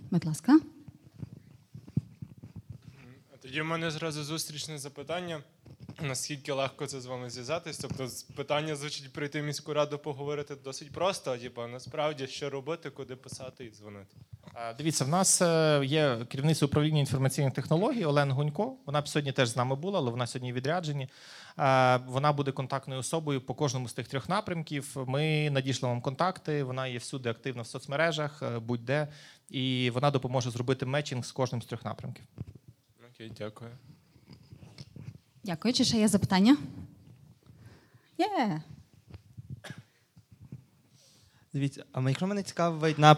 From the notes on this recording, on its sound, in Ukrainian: Починаємо серію записів із Sigma конференції!